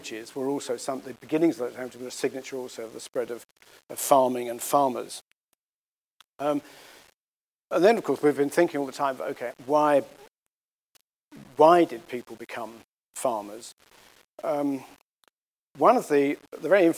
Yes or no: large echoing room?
yes